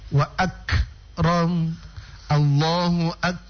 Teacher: Lalu berikutnya, saya ingin saya ingin memberitahu ke ibu-ibu, kalau huruf kaf, kan dua huruf kof dan kaf ya. Kalau huruf kaf sukun, yang ada dia mau meletup